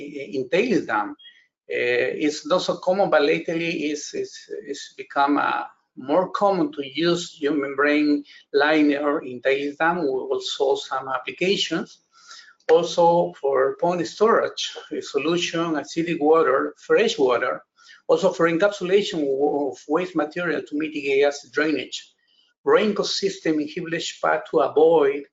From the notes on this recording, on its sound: This is an audio version of the FGI webinar.